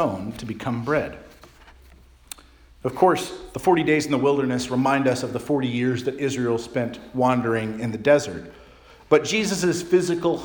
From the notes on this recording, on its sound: Charles Anglican Cathedral, Bremerton, WA.